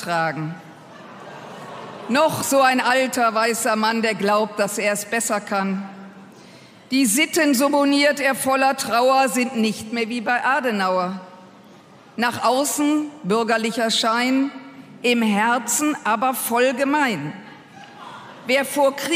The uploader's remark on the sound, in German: Ihr erfolgreiches Podcast-Format live präsentiert. Vor Publikum.